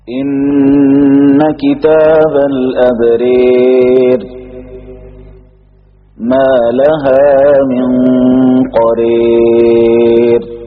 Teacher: جنحت الألف نحو الياء · Term: إمالة